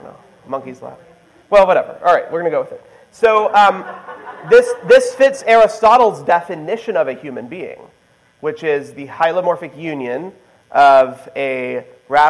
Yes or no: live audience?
yes